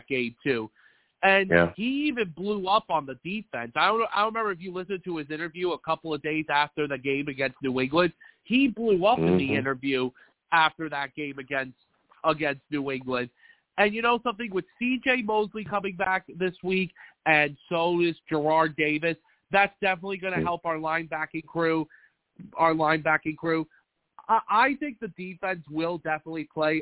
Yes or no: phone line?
yes